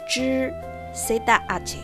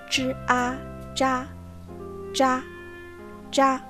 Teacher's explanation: cuando pronunciamos ch, enrollamos la lengua, ¿sí? y utilizamos una cantidad mínima de aire solamente necesaria para emitir este sonido.